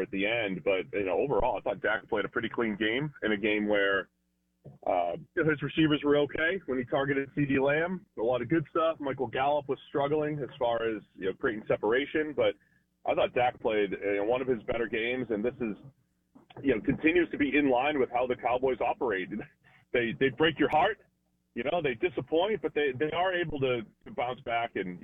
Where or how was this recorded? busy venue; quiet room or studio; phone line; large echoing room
phone line